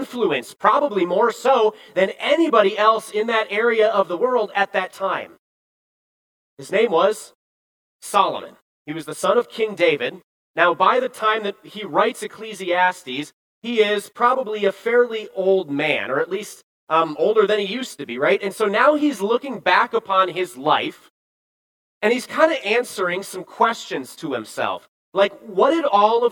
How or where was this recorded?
large echoing room